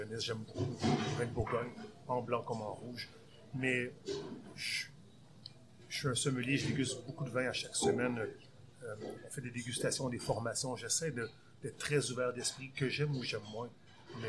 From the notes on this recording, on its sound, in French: Enregistré au restaurant Annette